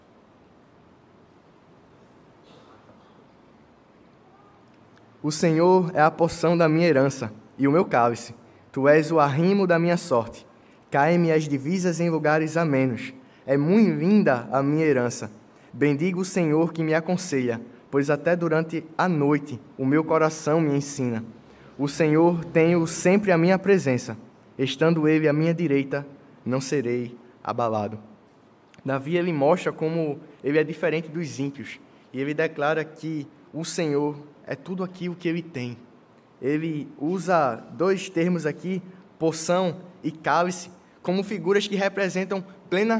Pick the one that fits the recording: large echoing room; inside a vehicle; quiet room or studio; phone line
large echoing room